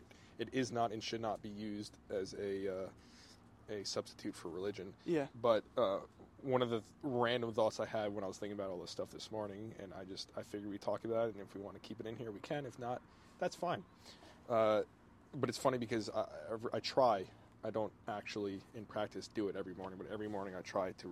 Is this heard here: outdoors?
yes